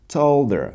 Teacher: Again, H of the word her, we're dropping the first H.